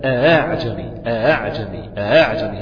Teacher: تقرأ بتسهيل الهمزة بين بين، تقرأ بتسهيل الهمزة الثانية بين بين · Term: التسهيل